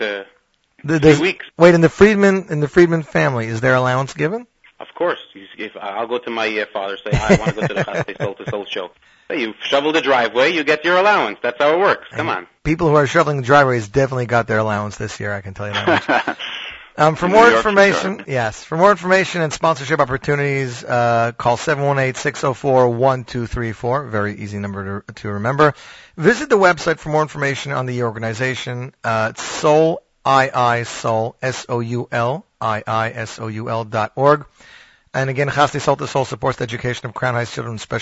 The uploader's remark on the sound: On this week's Z Report LIVE we have a truly Amazing show for you. … call in to talk to us.